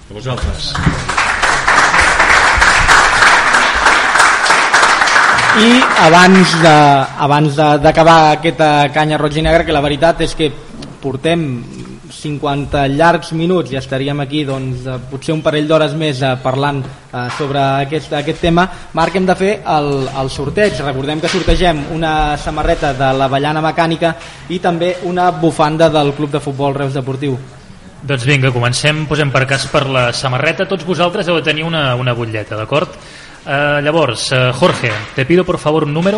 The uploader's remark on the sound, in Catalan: enregistrada a la Germandat de Sant Isidre i Santa Llúcia